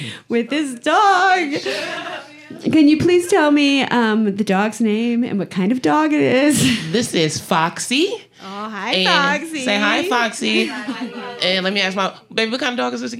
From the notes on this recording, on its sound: Recorded live. At the Detroit Women of Comedy Festival at the Independent Comedy Club in Hamtramck. That wonderful mid-day audience that showed up!